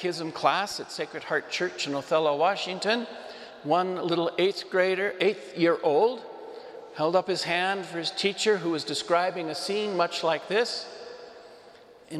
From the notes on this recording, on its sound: Homily preached to the Saint Francis Catholic Community in Cuenca, EC